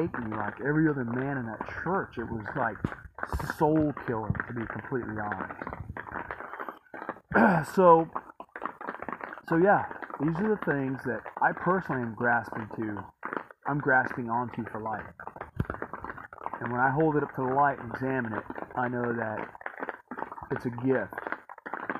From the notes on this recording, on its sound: Sorry for the sound, it's terrible.